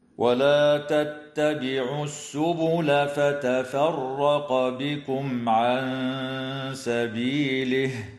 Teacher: وتخفى النون الساكنة عند السين مع الغنة المرققة في قوله تعالى عن سبيله · تفخم الراء في كلمة فتفرق لأنها مفتوحة، وتظهر الميم الساكنة عند العين في قوله تعالى بكم عن